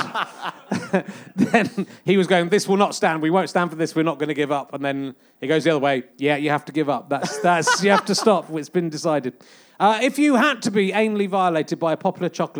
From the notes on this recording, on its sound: Leicester Square Theatre Podcast - Yorkshire Fringe. Here's a little bonus podcast for you, recorded at the end of July at the Great Yorkshire Fringe.